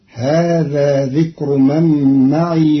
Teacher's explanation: قرأ قالون كلمة معي بإسكان الياء